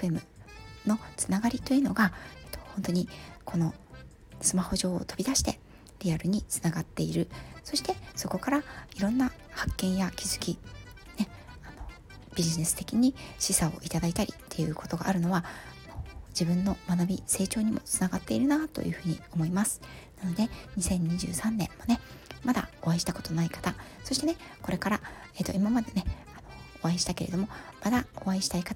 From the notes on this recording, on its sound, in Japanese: 旅先から³₃風音注意。火曜日から、静岡に遊びに来ました。出先からヒソヒソ収録してます。